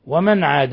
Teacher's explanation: ومن عاد نون ساكنة جاء بعدها العين حكم التجويد إظهار حلقي. فينتقم نون ساكنة جاء بعدها التاء إخفاء حقيقي.